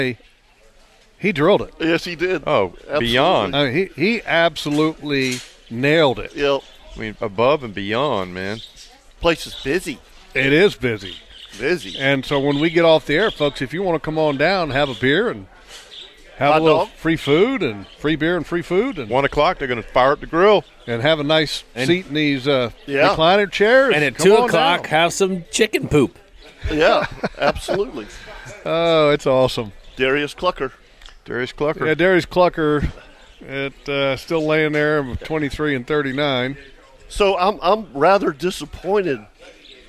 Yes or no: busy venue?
yes